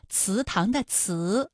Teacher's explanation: 依然出现了多个平舌音，比如说祠堂的祠，声母是呲